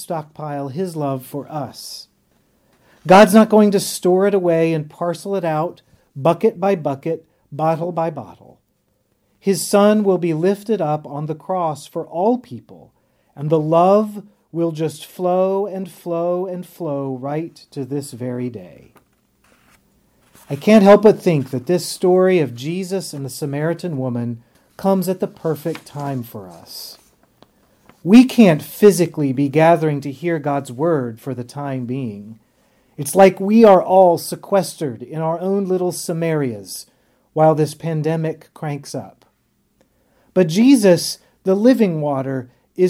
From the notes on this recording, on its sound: On the Third Sunday in Lent at Epiphany Lutheran Church in Richmond, VA.